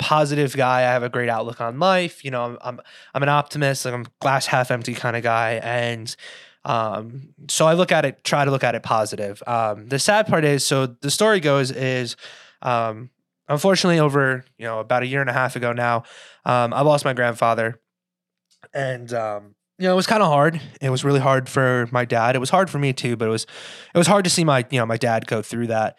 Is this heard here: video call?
no